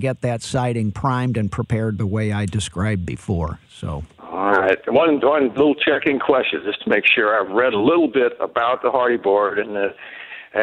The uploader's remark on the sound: takes phone calls from listeners